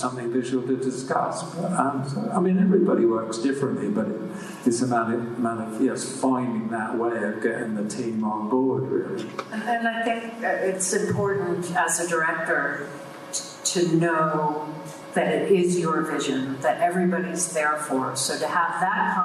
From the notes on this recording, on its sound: To Dallas for a series of events. For this episode, we screened Blade Runner 2049 and hosted a 2-hour Q&A session with the audience of 900 poeple.